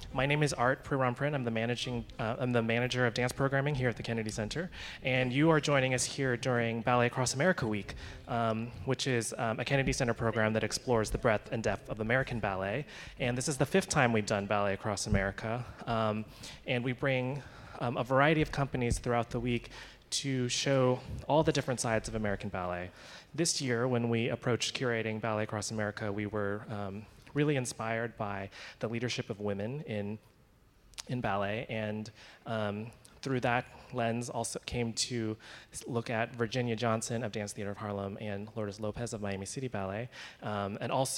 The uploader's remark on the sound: LIVE from The Kennedy Center. Today’s episode was recorded live at The Kennedy Center on Saturday June 1, 2019 before the matinee performance of Miami City Ballet as a part of Ballet Across America.